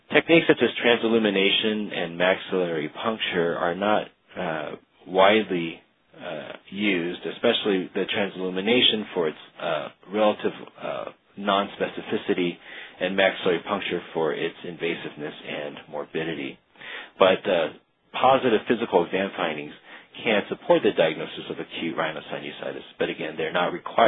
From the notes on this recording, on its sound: Author in the Room®Teleconference